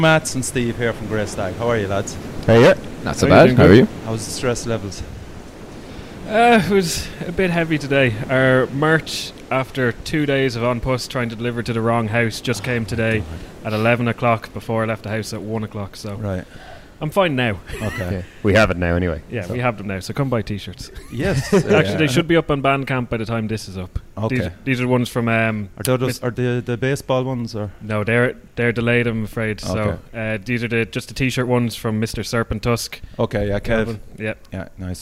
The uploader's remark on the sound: joined me upstairs in Fred Zeppelin's